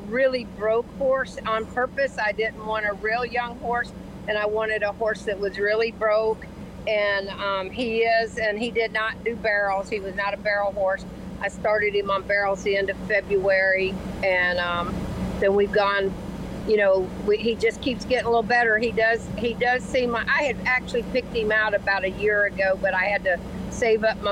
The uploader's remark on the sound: Live from the 36th Annual Shrine Rodeo in Ocala. She talks about barrel racing right before she competes at the show.